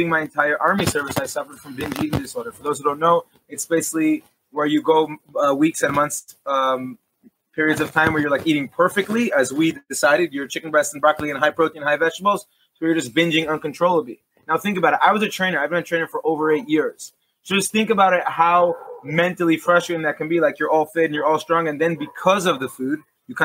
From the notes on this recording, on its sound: We apologize for any video/audio issues we had.